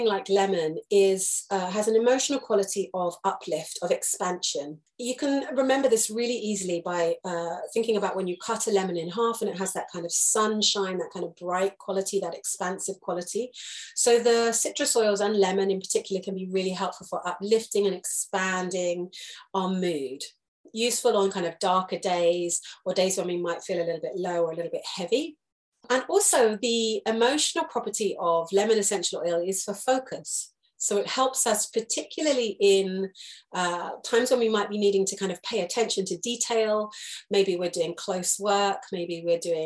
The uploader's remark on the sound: This is a recorded Zoom lesson